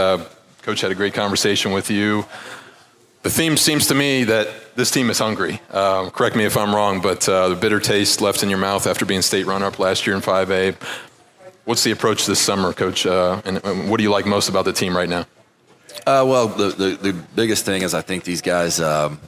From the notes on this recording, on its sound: The WCPO High School Insider Podcast is taking a road trip to the Fort Wright Chick-fil-A location.